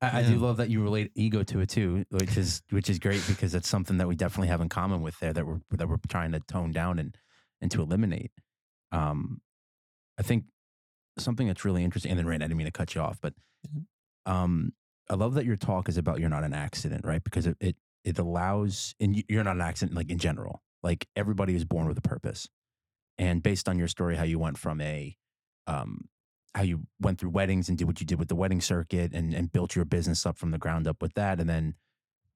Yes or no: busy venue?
no